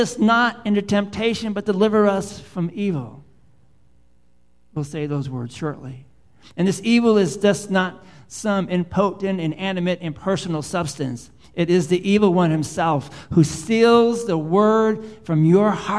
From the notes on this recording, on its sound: Live Worship Service